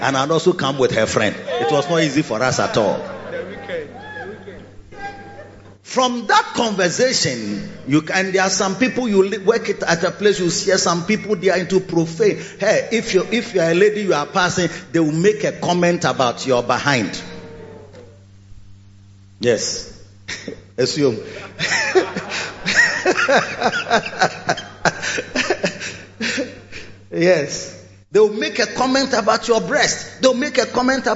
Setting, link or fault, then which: setting, large echoing room